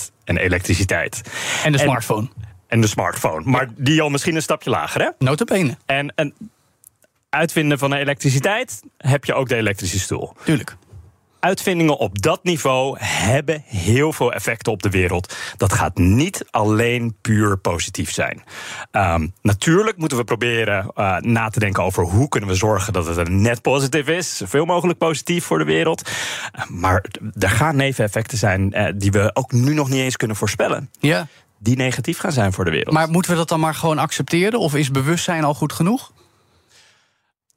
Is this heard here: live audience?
no